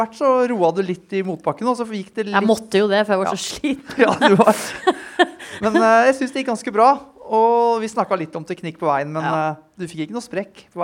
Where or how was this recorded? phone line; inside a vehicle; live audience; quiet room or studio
live audience